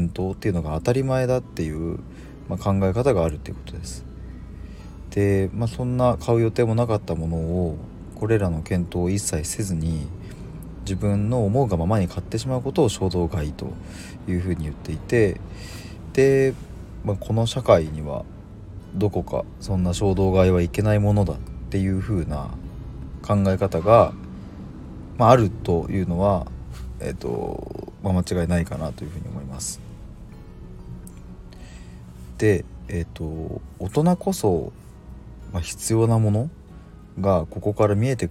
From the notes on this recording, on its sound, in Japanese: 今日は外からの放送なので若干雑音が入りすみません。Stand.fm。